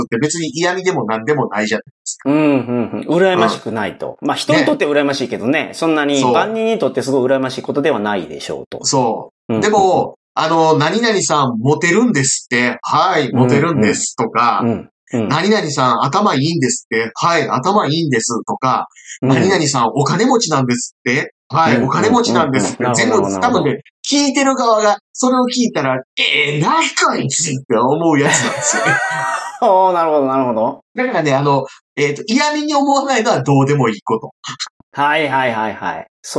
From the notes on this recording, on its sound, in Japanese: 本来使うべきマイクじゃないマイクで収録してしまってます（多分ヘッドフォンのマイク）。なので音質がいつもと違います。